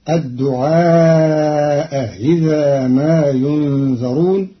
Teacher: قرأ قالون كلمتي الدعاء إذا بتسهيل الهمزة الثانية بينها وبين الكسر فتصير الدعاء إذا ما ينذرون في لغة بعض العرب.